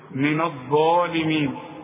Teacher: الظ هي المفخمة واعلى درجات التفخيم